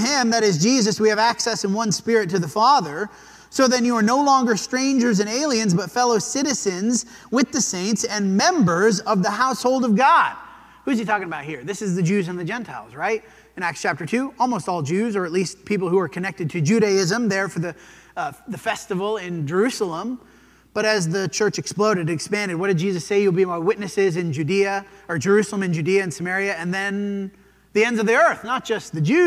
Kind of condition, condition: setting, large echoing room